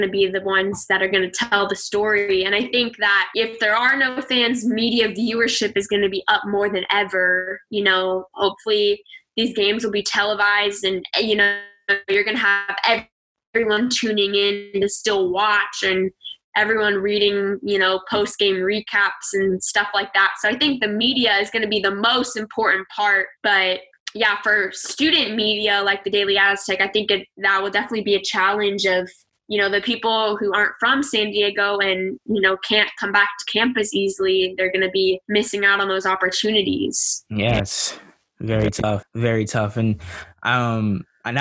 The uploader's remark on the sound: this episode was recorded via Zoom, so the audio will not be as clean in some parts of the show